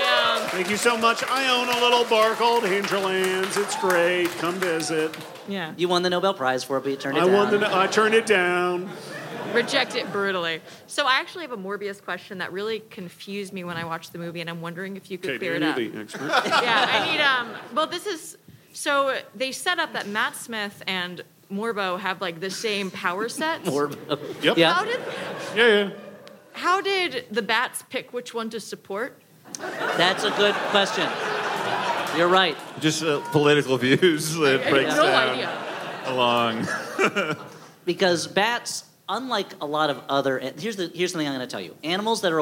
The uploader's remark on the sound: Covid has kept us from in-person live shows for more than two years, but last weekend we made our triumphant return at The Bell House in Brooklyn. Covid has kept us from in-person live shows for more than two years, but last weekend we made our triumphant return at The Bell House in Brooklyn. Fangs to all who came out in person!